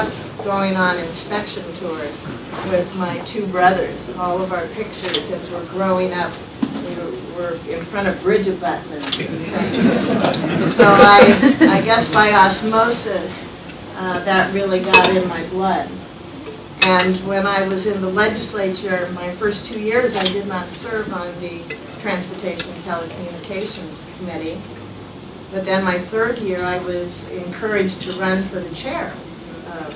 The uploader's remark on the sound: WASHINGTON, DC. In a speech to a breakfast meeting of The Ripon Society.